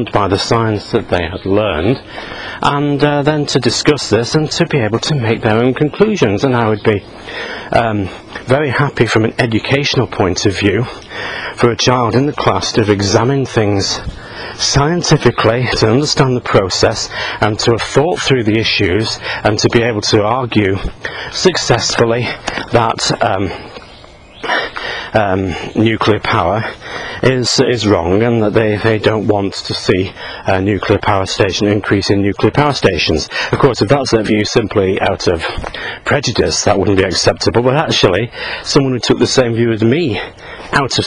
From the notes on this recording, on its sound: while out walking his dog